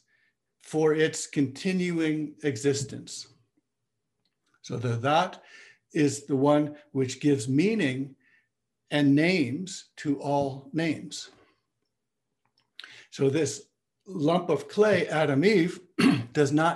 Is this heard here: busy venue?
no